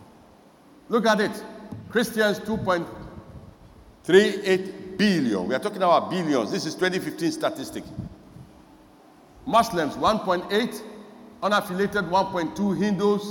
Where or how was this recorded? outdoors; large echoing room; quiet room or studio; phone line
large echoing room